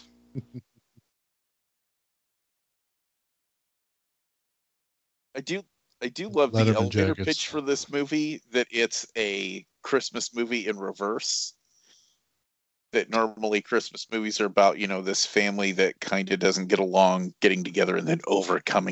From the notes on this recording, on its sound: Technical Issues Abound! Buffering.